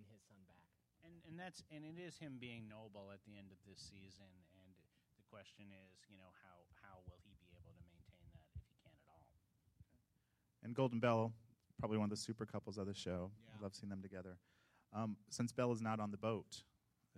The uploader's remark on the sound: Recorded at ATX Television Festival. Recorded at the Alamo Drafthouse in Austin, TX.